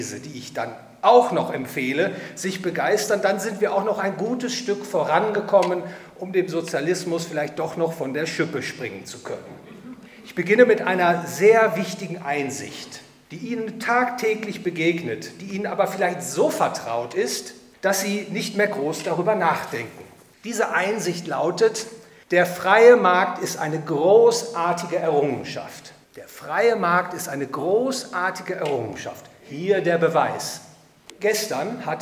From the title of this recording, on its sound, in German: Vortrag beim Hayek-Verein Dresden